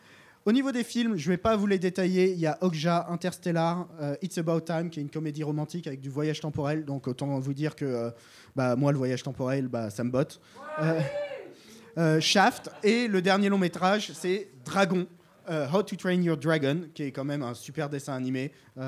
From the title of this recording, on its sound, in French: Live au Charlie sur les recommandations du public